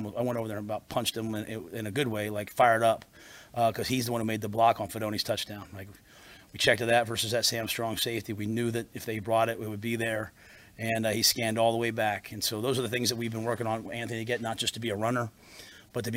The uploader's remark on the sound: Post Game Press Conference